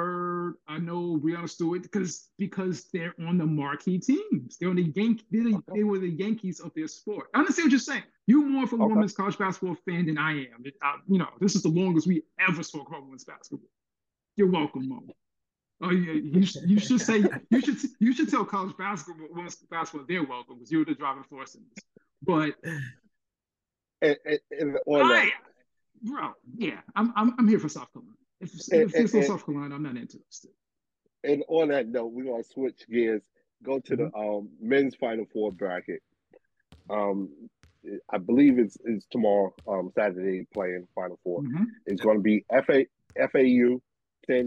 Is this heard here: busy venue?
no